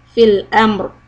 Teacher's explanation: Now this time the raw sukoon is going to be heavy because meem has a sukoon so we don't count that but alif has a fatha before that.